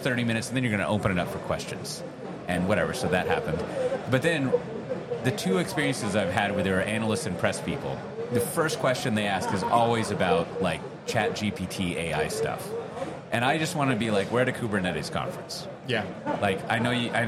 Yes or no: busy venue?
yes